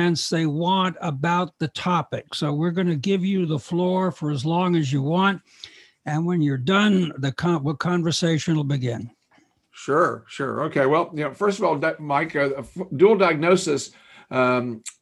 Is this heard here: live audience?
no